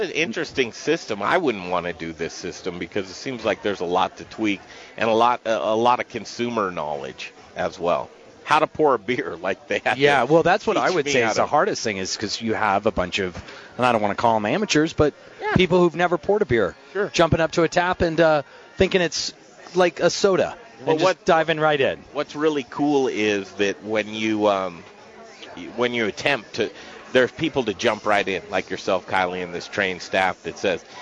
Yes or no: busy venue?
yes